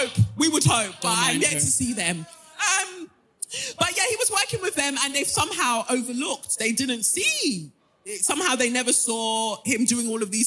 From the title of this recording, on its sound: NYC LIVE SHOW